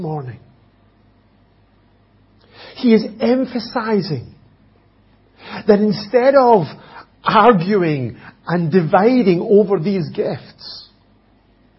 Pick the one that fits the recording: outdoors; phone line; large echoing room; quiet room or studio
large echoing room